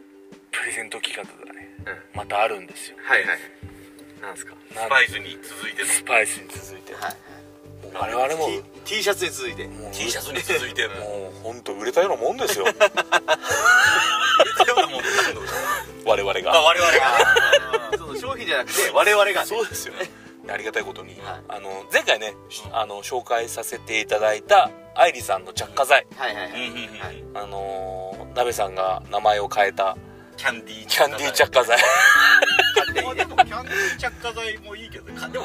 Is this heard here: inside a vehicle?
yes